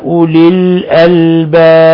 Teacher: والباء تقلقل عند سائر القراء إذا وقفنا عليها لأنها من حروف قطب جد، الحروف الخمسة المقلقلة.